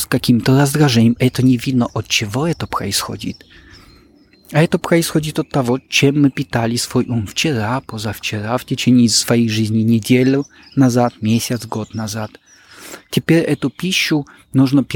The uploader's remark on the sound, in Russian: записать интервью во время прогулки